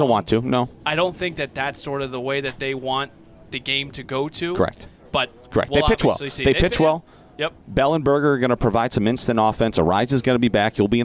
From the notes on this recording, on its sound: live from Citizens Bank Park